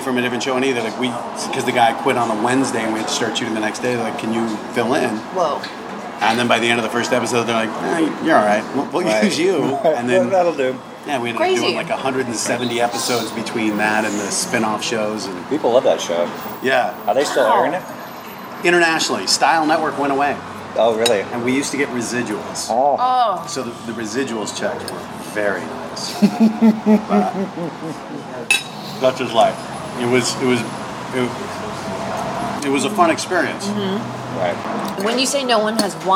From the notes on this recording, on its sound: at The Mohawk Bend in Echo Park